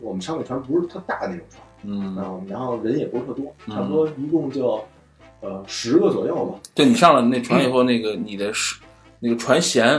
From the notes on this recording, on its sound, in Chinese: 由于不可描述的原因，导致本期录音质量跟吃了屎似的，请大家原谅